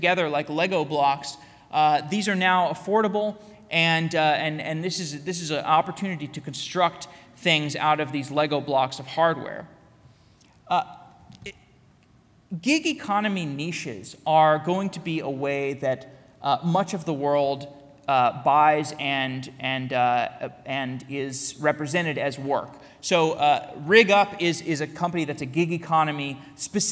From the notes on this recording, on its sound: Keynote at Tikal Full Stack Tech Radar Day. Today’s episode is a keynote I gave at Full Stack Tech Radar Day in Tel Aviv.